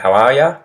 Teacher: Australians often say ya instead of you